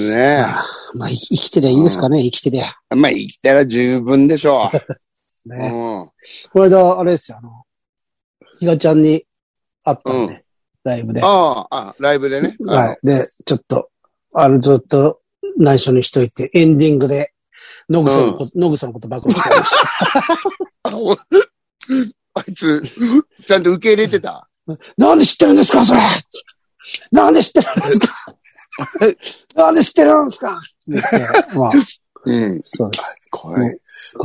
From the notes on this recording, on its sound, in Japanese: ZOOMで収録